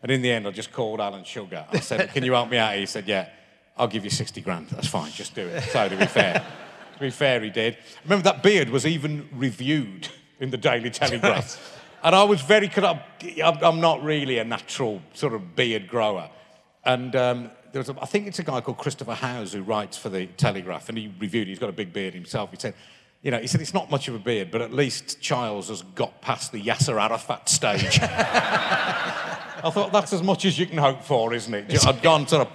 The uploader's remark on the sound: RHLSTP comes to Birmingham Town Hall. With over 1000 people in attendance.